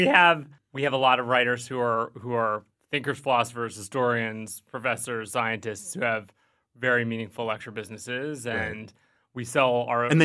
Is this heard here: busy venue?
no